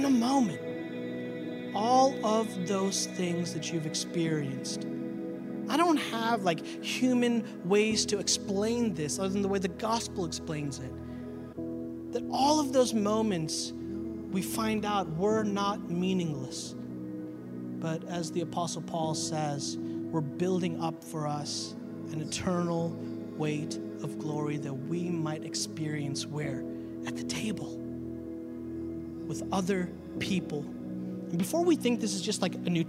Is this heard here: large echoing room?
yes